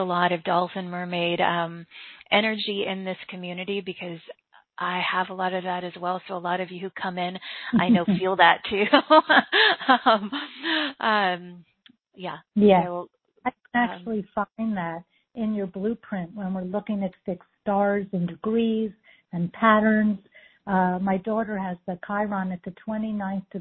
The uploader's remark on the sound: For the courageous starseeds who called in and participated live with us!